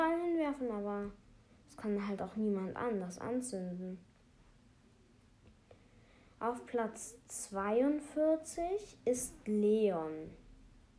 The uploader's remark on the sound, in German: Sorry wegen den Nebengeräuschen